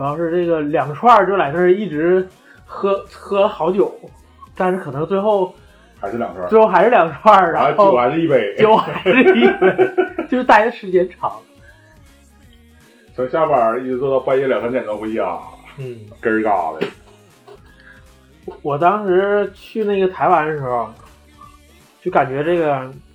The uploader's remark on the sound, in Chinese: 本期为2022春节前由手机临时录制，请谅解